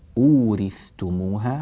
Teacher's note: حرف الثاء يحتاج إلى أن يوضح ويظهر ويبين من حرف التاء التي جاءت بعده